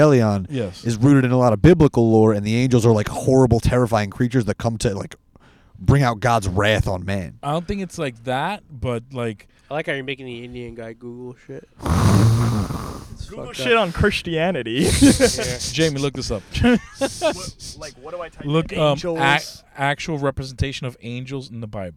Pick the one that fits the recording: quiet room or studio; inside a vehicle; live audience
inside a vehicle